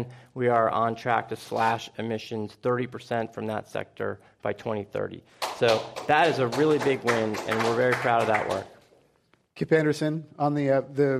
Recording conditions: live audience